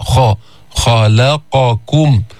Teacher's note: ما في إطباق يعني اللسان لا يلتصق بالحنك الأعلى بيرتفع أقصى اللسان لأنه في استعلاء · Term: الخاء